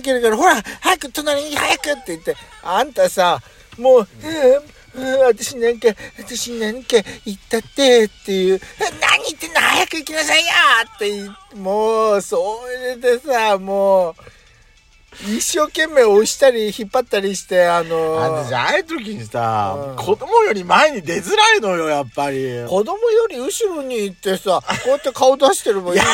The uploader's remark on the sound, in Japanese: パーキング収録